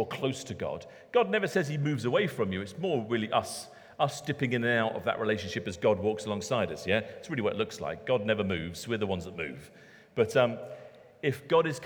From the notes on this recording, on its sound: Recorded at Middlesbrough Community Church.